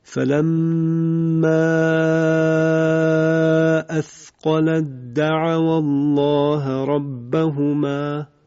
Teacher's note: تا دو نقطه از بین میره و حرف دال مشدد میشود. ما اگر بخوایم با توجه به قواعد قرائت حمزه این ادغام رو انجام بدیم، به این صورت تلاوت میشه: فلما اثقلت دعوا الله ربهما.